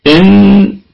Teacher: والغنة هتكون في رابع درجات الغنة لأنها ساكنة، ونقف عليها بوجه واحد بالسكون المحض.